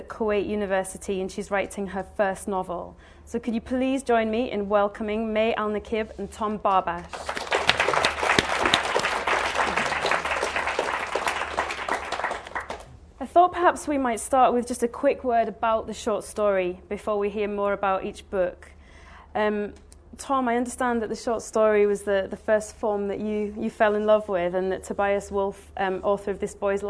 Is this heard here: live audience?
yes